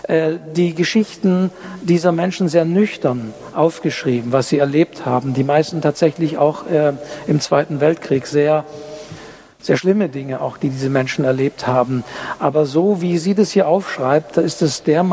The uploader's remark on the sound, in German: Live-Mitschnitt. Das Literarische Buchhandelsquartett auf den Stuttgarter Buchwochen hat Tradition. Vier Buchhänderinnen und Buchhändler aus dem Raum Stuttgart sprechen über vier Bücher des Herbstprogramms und diskutieren live vor Publikum.